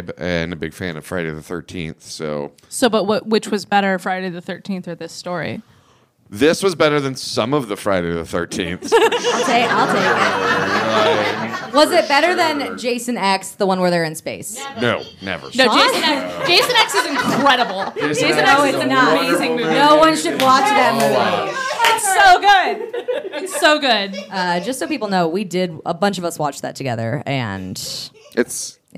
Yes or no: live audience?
yes